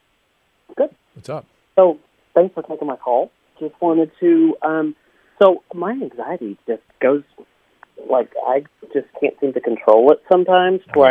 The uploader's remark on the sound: Listener Calls. Turns to the phones today and answers some listener questions.